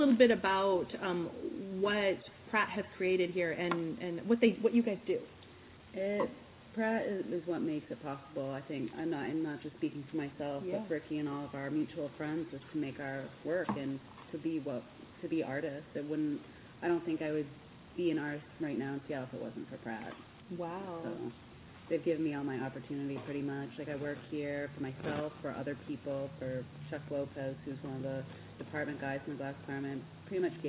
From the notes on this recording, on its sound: Chat live from Pratt Fine Art's institute on Supporting causes and Events.